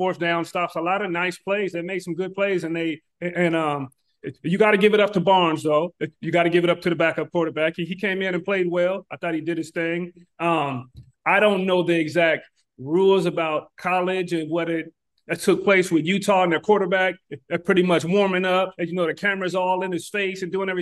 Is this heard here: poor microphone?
no